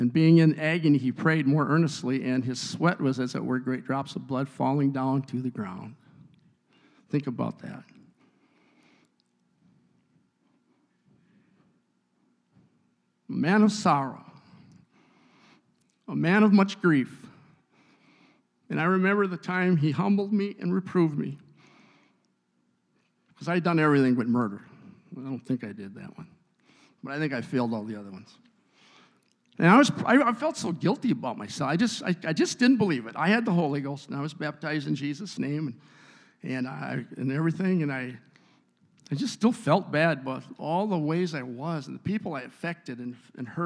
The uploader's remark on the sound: a service recording from Connect Point UPC!